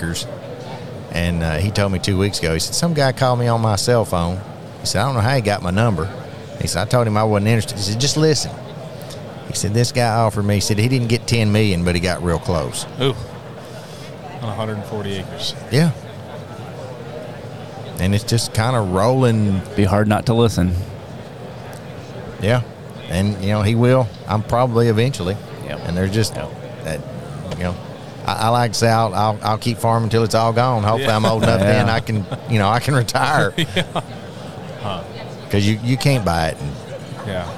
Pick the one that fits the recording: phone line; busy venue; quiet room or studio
busy venue